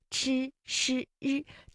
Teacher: 就是由舌尖向上翘起，然后和硬腭的前部相接触，然后啊，这个气流就受到了阻碍，形成的一种辅音。 · Term: 翘舌音